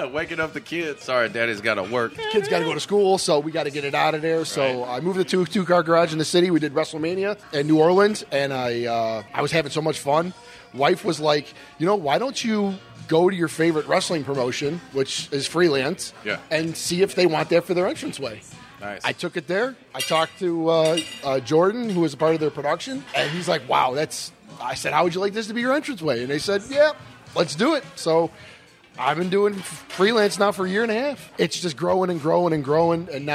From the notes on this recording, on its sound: Live from Mac's Wood Grilled. This week's episode is coming to you live from Mac'c Wood Grilled in Chicago. We recorded this the day of All Out and we had a blast.